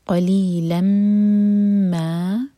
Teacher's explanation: قلیلی مد تبعی ہے، لام کسرہ کے بعد یہ آ رہی ہے، اس کے بعد لام پر فتح کی تنوین ہے اور وہ سلائڈنگ ہے، اور اس کے بعد ہے میم. تو یہ ہوگا ادغام غنہ کے ساتھ. 2 سیکنڈس کا ٹائم دیں گے میم پر